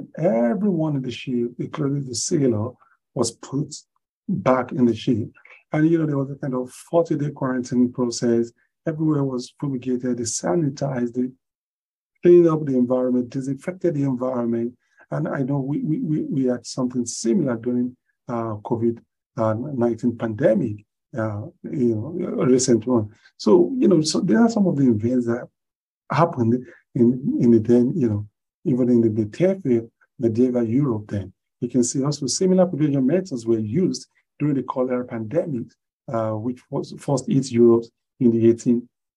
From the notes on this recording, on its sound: Zoom Meeting